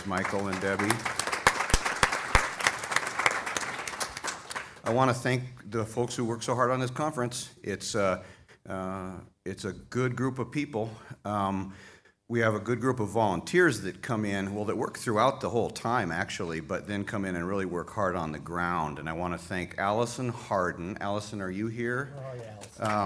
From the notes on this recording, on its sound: General Session 3 of the 40th NAATP Anniversary Conference of the National Association of Addiction Treatment Providers (NAATP) at the Interlocken Resort in Denver Colorado.